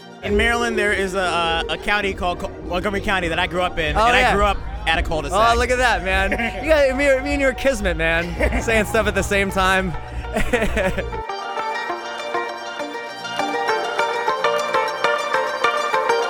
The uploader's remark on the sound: backstage at Philadelphia's 'Budweiser Made in America Festival